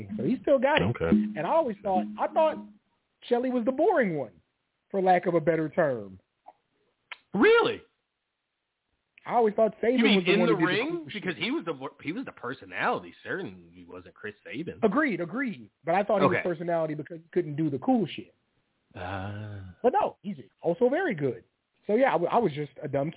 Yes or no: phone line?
yes